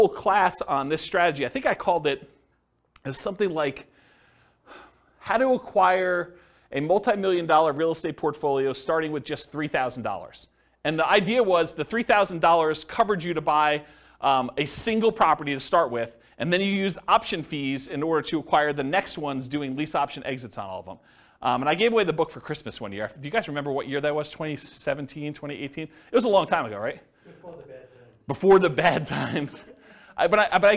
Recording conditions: live audience